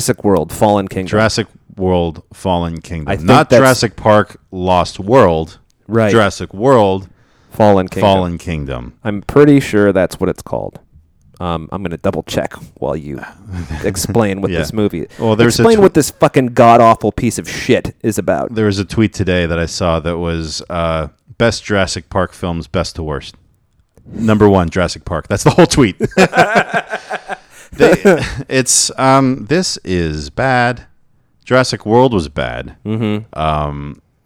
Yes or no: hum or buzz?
yes